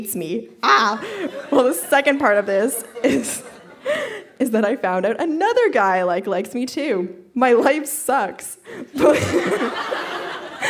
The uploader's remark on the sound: Recorded live at The Spice Factory in Hamilton.